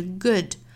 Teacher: 整个的唇形呢是要比我们说 good 这样的音要松得多的